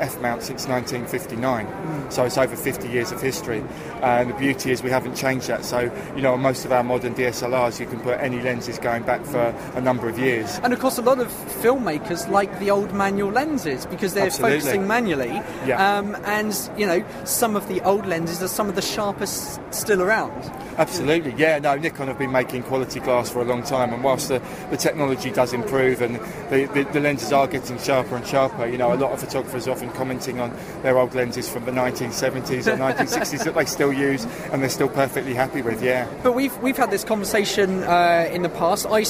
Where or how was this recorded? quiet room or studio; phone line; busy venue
busy venue